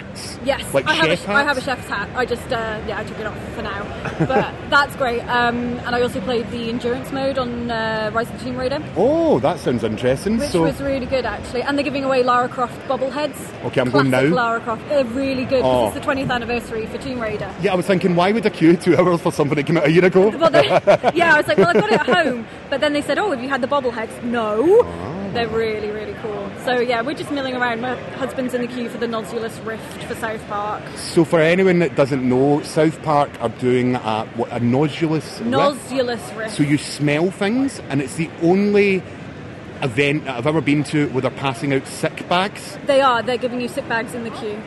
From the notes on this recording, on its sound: EGX 2016 Minicast. Please note the audio quality is not up to our usual standard due to being recorded live at the Event. EGX in the UK.